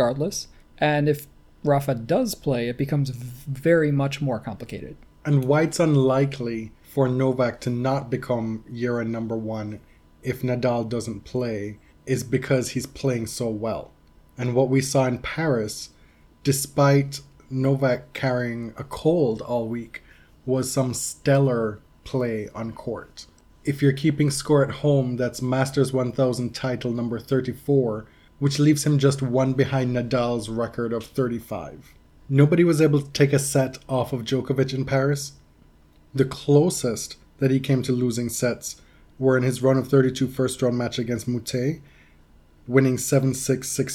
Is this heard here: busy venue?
no